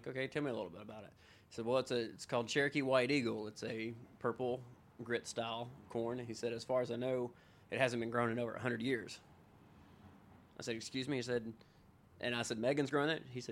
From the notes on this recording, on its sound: HRN On Tour was recording live at the James Beard House for a special evening presented by Springer Mountain Farms. HRN On Tour was recording live at the James Beard House for a special evening presented by Springer Mountain Farms, highlighting the culinary talent of Knoxville, Tennessee.